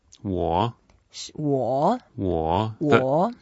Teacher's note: Third tone, going down and up.